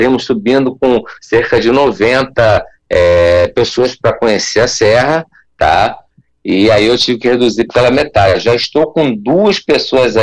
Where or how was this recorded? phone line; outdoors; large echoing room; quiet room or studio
phone line